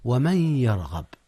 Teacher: إدغام بغنة للنون في الياء